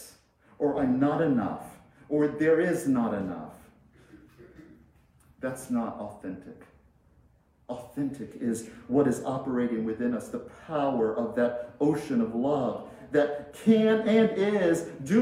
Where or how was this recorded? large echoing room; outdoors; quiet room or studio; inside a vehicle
large echoing room